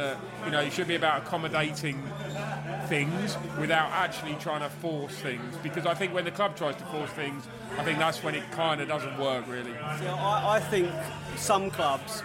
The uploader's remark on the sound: On our Newcastle pre-match podcast from the pub. In the White Hart pub in Southwark.